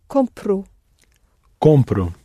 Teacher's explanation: So you go down on the present tense. You go down on the penultimate syllable, and then you surface on an O, pronounced U, for the I form of the verb.